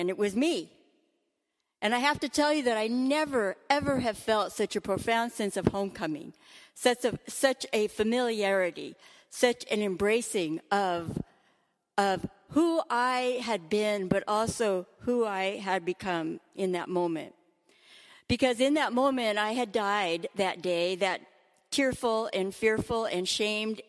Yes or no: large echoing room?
yes